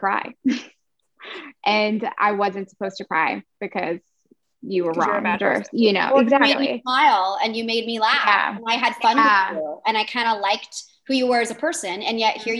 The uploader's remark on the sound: Joined me for a 1am zoom call and we had such a good time that I didn't want to edit it up. Instead I am bringing you the complete, uncut interview with myself and the cast.